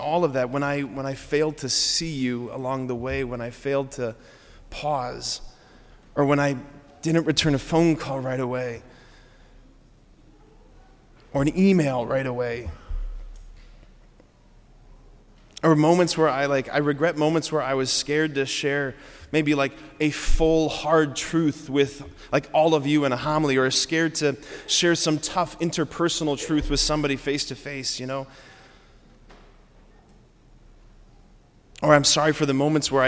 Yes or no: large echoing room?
yes